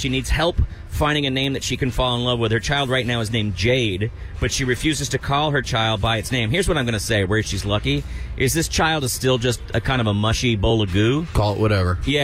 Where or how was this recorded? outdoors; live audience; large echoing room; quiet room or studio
outdoors